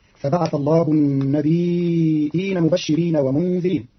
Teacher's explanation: قرأ قارون كلمة النبيين بتخفيف الياء ساكنة مع همز بعدها تبعا للأصل، فتصير هكذا: فبعث الله النبيين مبشرين ومنذرين.